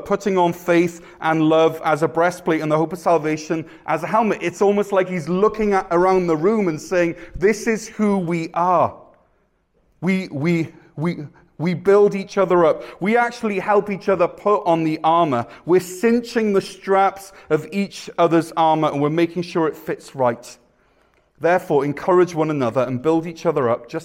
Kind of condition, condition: setting, large echoing room